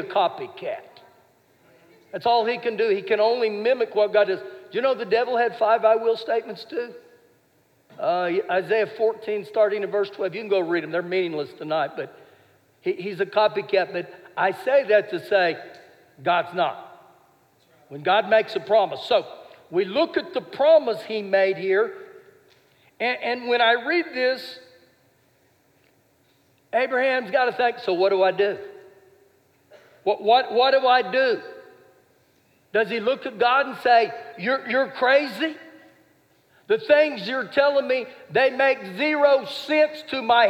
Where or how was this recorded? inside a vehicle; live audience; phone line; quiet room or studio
live audience